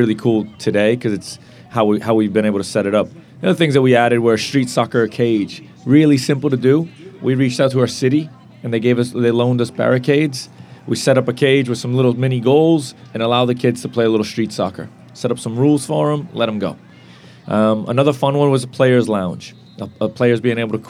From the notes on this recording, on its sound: Live at the Eastern Shore Premier Cup